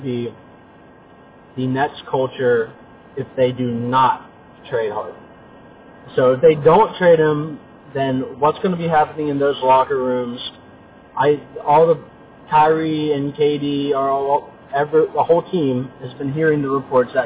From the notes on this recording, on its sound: Audio quality is a little rough on this one